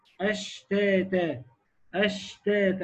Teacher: الشين دي فيها إيه؟ فيها همس وفيها تفشي